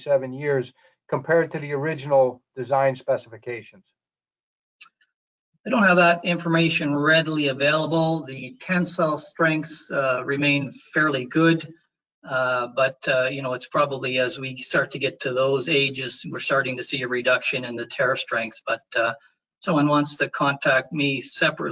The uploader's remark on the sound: FGI Webinar. This is an audio version of the webinar.